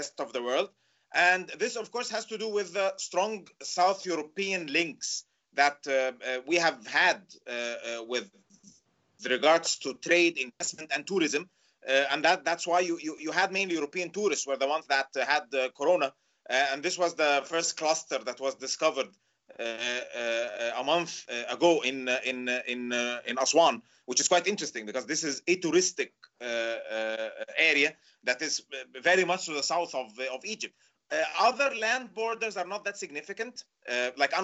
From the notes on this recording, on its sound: We will be speaking with our guests, one or several at a time, via Skype, and will try to have brief, informative, and non-draining calls within 20-30 minutes.